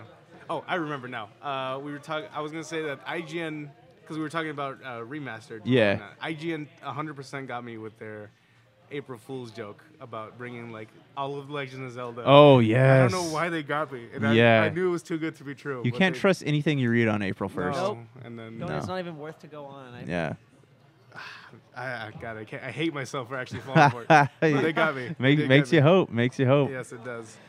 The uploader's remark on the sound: Live From Retro City Games Charity Night. Are coming at you live from Henderson, Nevada.